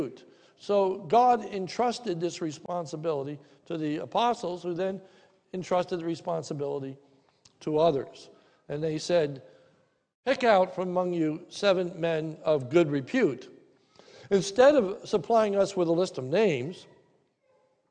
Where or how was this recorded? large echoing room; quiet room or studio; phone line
large echoing room